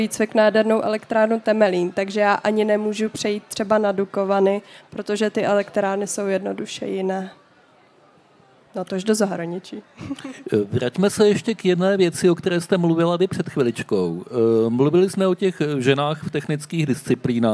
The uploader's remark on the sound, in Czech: v rámci festivalu Den Evropy na Střeleckém ostrově